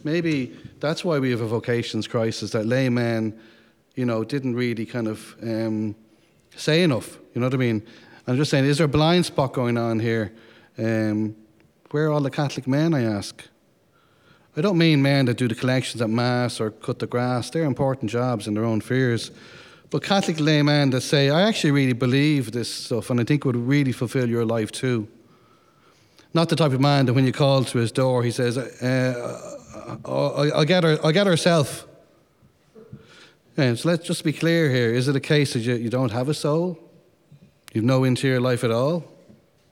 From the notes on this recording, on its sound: Men's Conference, held at The Morning Star Legion HQ in Dublin, Ireland on January 14th, 2022.